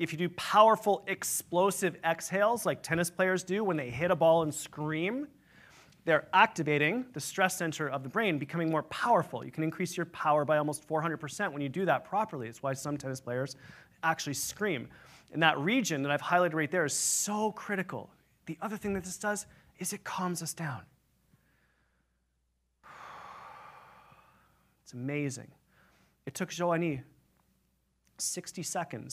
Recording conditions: live audience